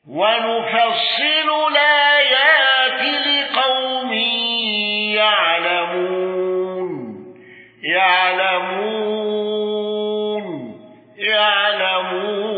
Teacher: خلف عن حمزة بترك الغنة واندرج معه أبو عثمان الضرير.